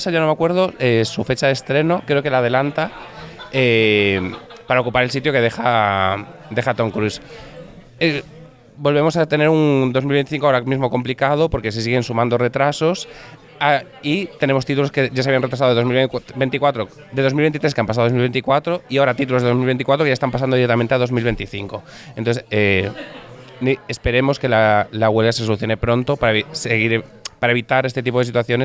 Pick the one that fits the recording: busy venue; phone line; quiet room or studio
busy venue